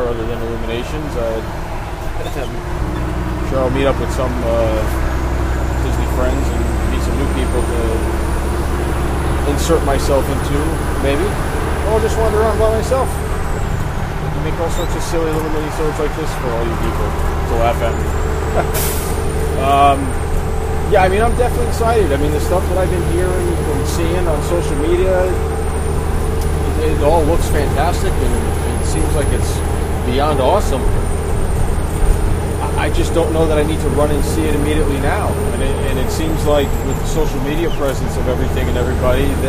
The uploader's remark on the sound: Recorded while driving on the highway in a dump truck! We apologise for the excessive background noise in some parts.